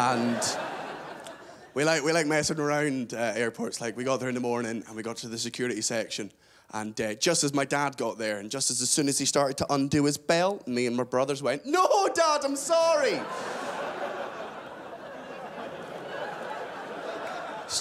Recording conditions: live audience